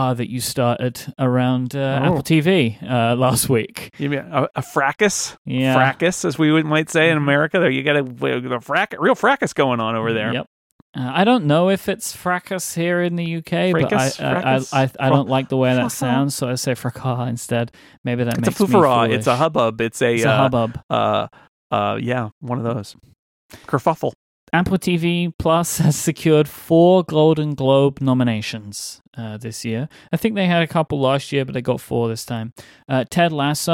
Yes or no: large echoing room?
no